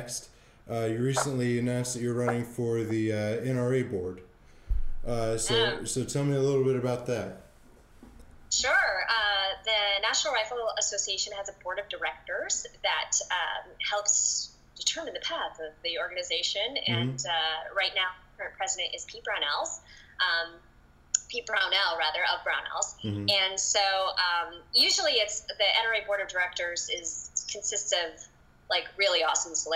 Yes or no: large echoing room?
no